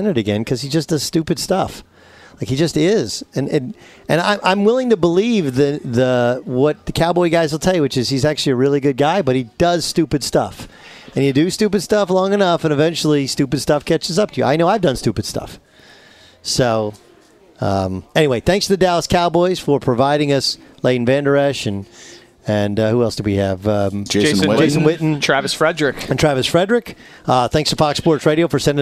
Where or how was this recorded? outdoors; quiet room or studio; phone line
outdoors